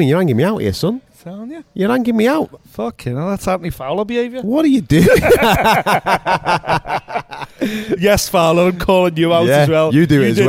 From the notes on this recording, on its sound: We recorded this one in a bar at 1am and one of us had a few to drink!